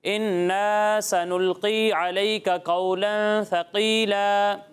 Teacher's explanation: انا یہاں الف مدہ ہو رہا ہے، تو الف مدہ کو بھی ایک الف کے برابر کھینچنا ہے، اور غنہ بھی ایک الف کے برابر کرنا ہے، ٹھیک ہے؟ تو یہ مقدار آپ نے پوری کرنی ہے.